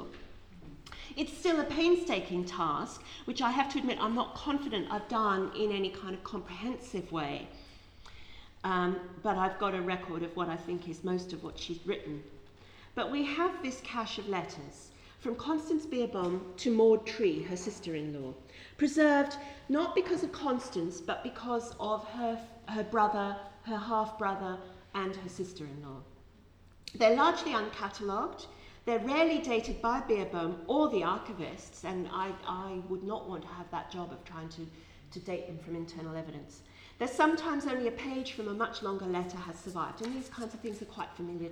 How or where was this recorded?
live audience